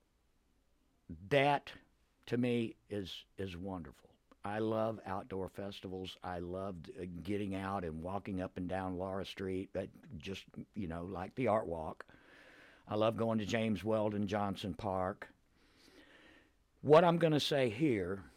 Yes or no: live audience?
no